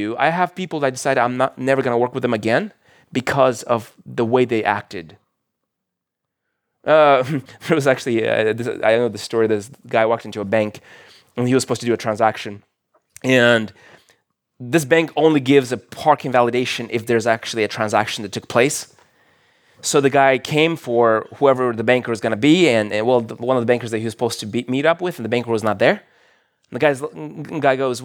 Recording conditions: large echoing room